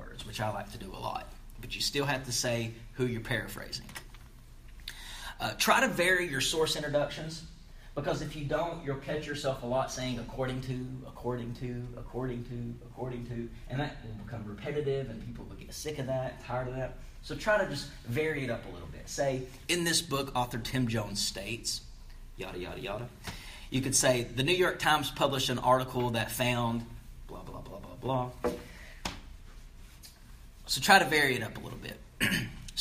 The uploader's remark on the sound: This episode is Live from the classroom at Horry-Georgetown Technical College in Myrtle Beach, SC.